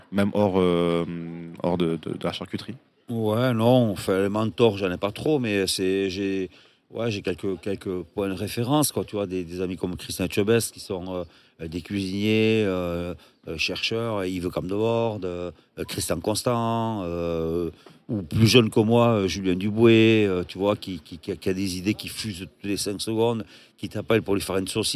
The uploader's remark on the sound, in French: enregistré à la terrasse du Petit Suisse, sous le soleil de St Jean de Luz